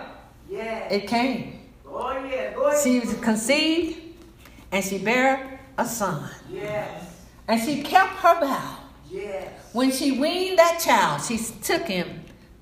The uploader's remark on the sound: Message delivered to Rock of Salvation Church